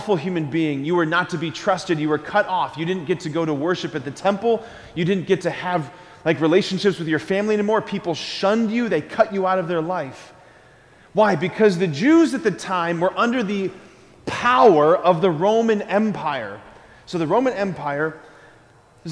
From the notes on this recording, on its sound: School Mass. Preached this homily on September 21, 2023 at Sacred Heart of Jesus Catholic Church in Wadsworth, OH.